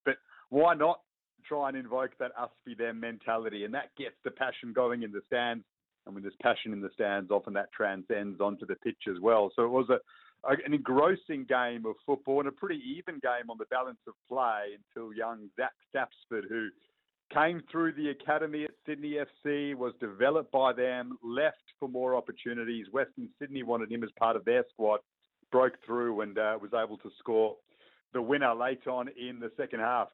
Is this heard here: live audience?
no